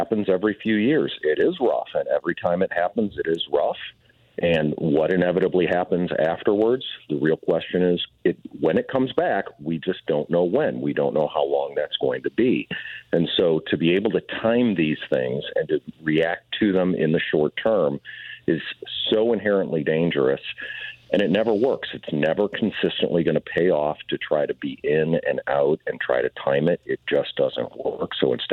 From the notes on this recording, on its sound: calls in to talk